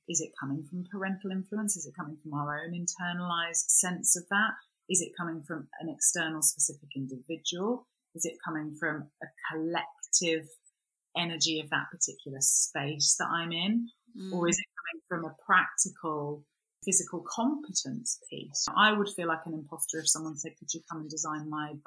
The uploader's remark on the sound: We've had some technical issues with the sound in this episode so apologies if it's not up to usual scratch, we've done our best and subsequently changed the whole studio set up so hoping it's now resolved for future recordings.